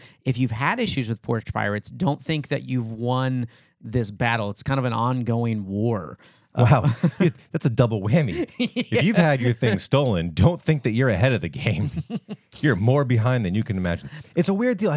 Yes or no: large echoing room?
no